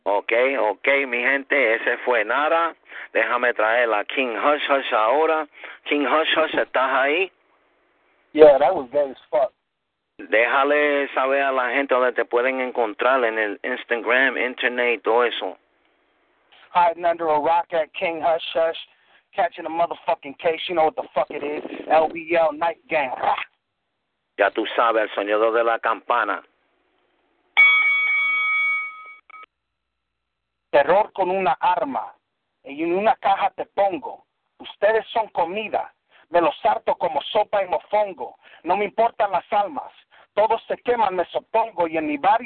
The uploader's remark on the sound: 3 way phone battle